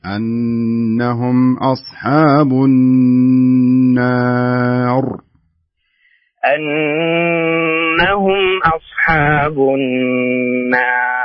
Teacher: شد على النون في الأخير